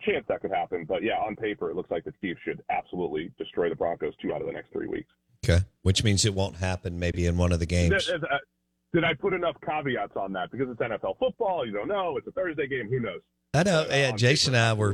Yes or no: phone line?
yes